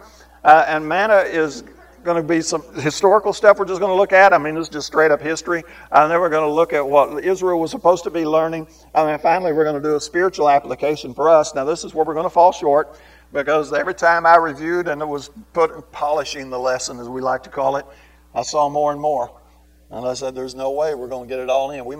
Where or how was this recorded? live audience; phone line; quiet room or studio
live audience